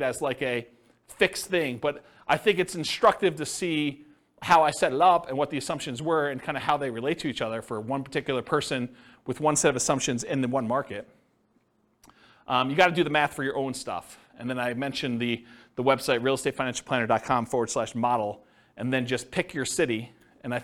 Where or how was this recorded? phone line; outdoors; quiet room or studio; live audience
live audience